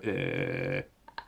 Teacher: Uh, there's very little air actually coming out. It's purely using the vocal cords and smashing them into one another slowly. · Term: vocal fry